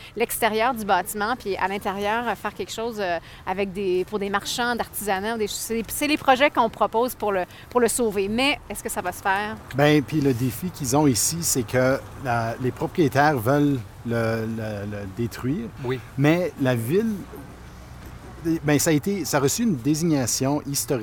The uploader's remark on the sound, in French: Parcourent le « Vieux Strathcona », zone historique de l’ancienne ville du même nom, amalgamée à Edmonton en 1912. Autour d’un café à la brûlerie Ace Coffee Roasters (10055-80 ave). L’équipe se rend ensuite où tout a commencé, au coin de l’avenue Whyte et de la 103ème rue, emplacement des première et deuxième gares de train ainsi que du mythique Strathcona Hotel.